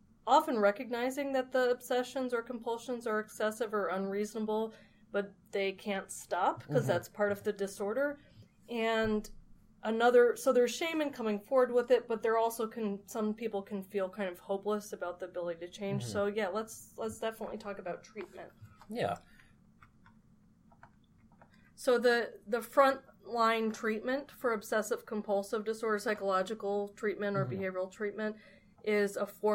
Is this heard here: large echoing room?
no